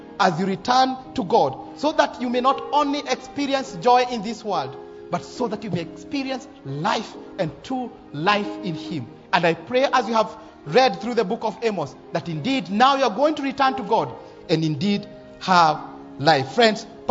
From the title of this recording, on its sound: Live sermon